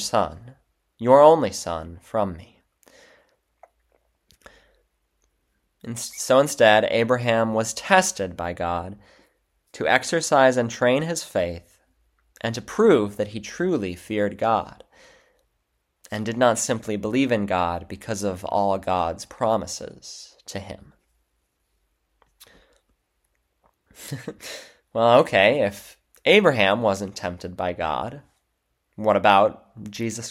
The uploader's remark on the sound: February 18, 2024 Church Service – First Sunday of Lent. Divine Service 2024-02-18 Lent – Sermon Audio.